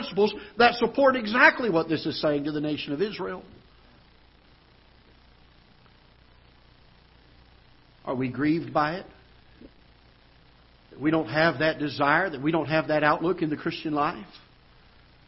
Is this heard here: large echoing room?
yes